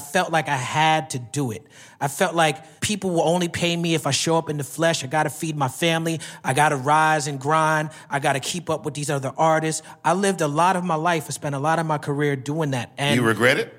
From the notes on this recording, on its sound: Recorded live in 2022 at the Blue Note Jazz Festival.